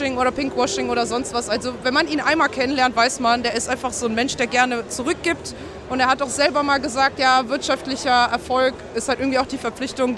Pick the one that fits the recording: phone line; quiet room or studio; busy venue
busy venue